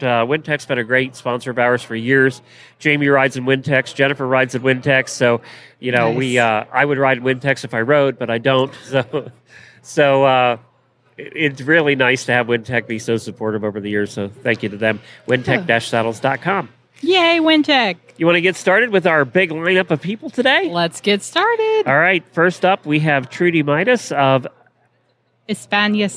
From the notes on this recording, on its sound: Live from Equine Affaire. Day 3 from Equine Affaire in Ohio.